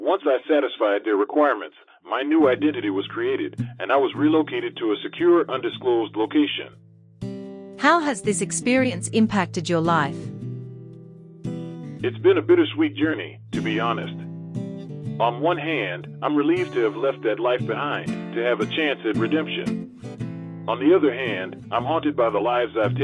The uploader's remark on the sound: We've had to conduct this interview over the telephone with pre-recorded questions.